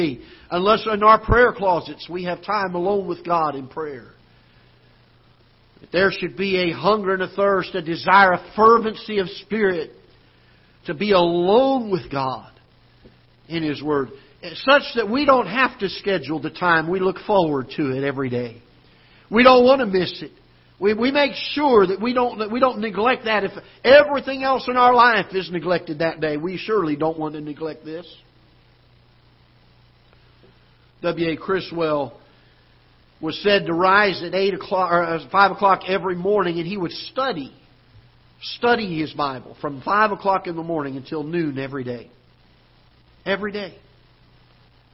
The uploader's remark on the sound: Ketha Heights Baptist Church ~ Live Broadcast